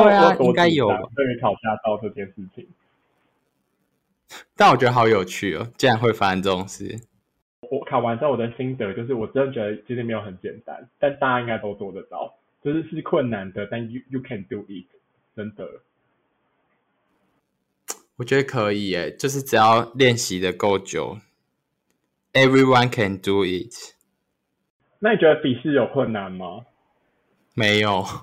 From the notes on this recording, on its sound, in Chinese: 這集音質不知道出了什麼技術性的問題所以有夠爛